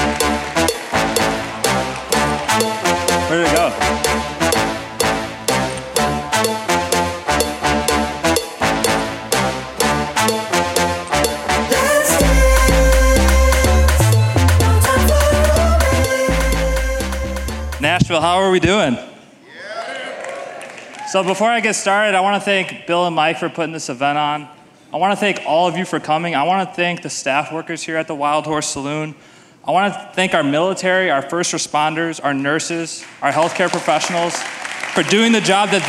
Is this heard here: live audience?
yes